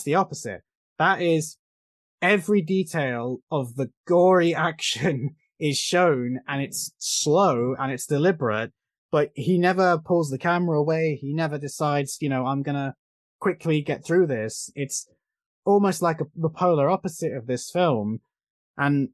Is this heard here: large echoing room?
no